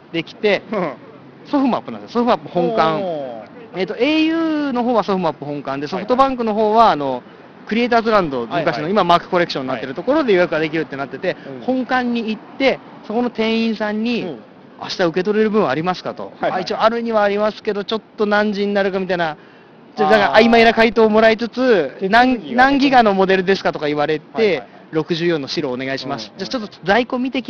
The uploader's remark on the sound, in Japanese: Apple Ginzaで並びましょ！今回は外での収録のために音質がいちじるしく悪いですがご了承下さい。Apple Ginza に延々と伸びるiPhone 4Sの行列。